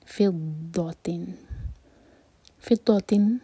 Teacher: ضاد ہیوی اور ضاد ہمیشہ زبان کے سائڈ سے پڑھا جاتا ہے. فضۃن، فضۃن میں تا مربوطہ کی تنوین کے بعد ہے واؤ، تو یہاں ہمیں کرنا ہوگا ادغام غنہ کے ساتھ.